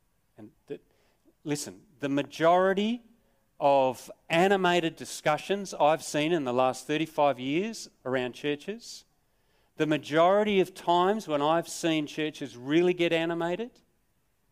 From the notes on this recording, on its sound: Sermon recorded live from Morley Baptist Church.